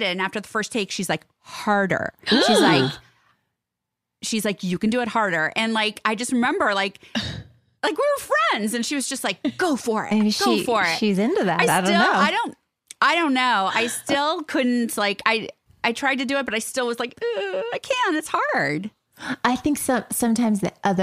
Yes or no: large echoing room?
no